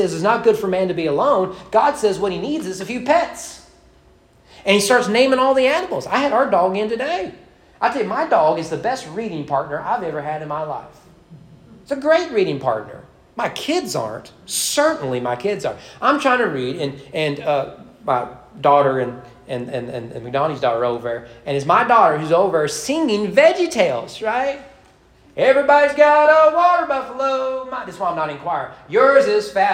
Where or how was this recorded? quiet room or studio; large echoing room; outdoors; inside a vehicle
large echoing room